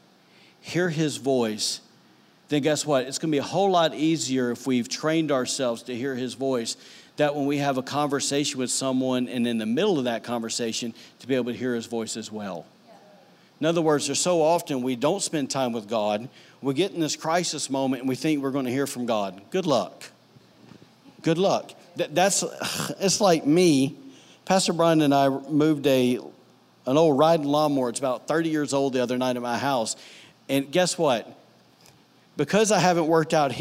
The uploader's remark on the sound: recorded on Sunday, September 2, 2018, during services at The Anchor Church in Rockport, Maine